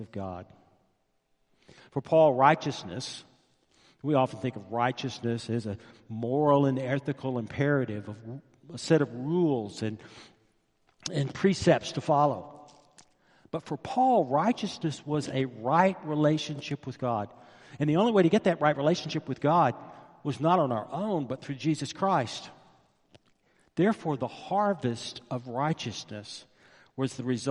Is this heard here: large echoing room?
yes